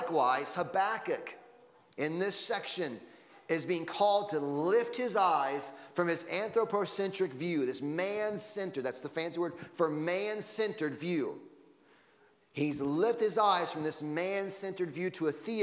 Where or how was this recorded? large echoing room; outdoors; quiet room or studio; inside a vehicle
large echoing room